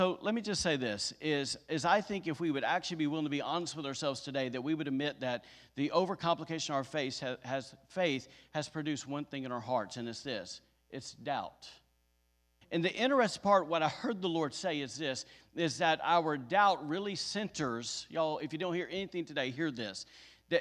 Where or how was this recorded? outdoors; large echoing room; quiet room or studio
large echoing room